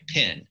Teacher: the short E and short I sounds merge together. So in my accent, naturally, I would say P-E-N and P-I-N the same way, pin. · Term: pen-pin merger